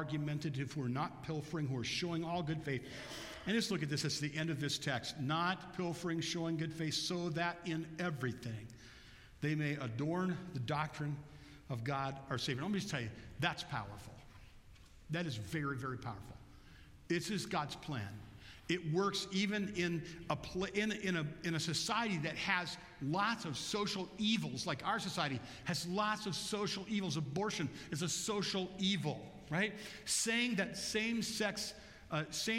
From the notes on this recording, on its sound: Bethel Church–Jackson, Michigan